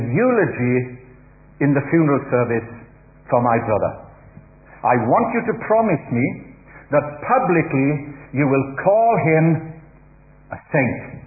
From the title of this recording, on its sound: Easter Celebration Baptismal Service - Audio